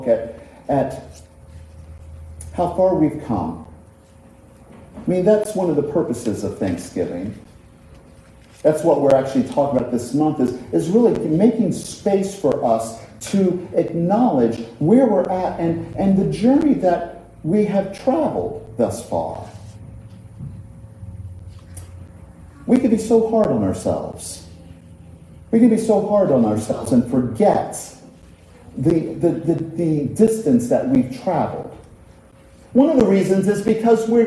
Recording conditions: large echoing room